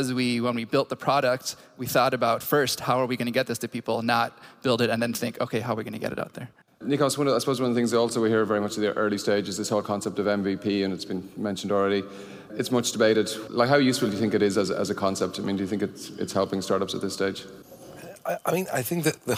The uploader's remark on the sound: At the Boston stop of the Inside Intercom World Tour.